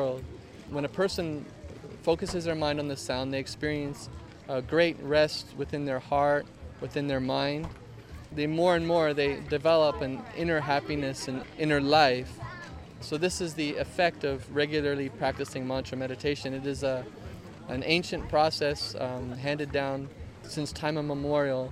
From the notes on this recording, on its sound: Live from the Byron Farmers Market every Thursday morning.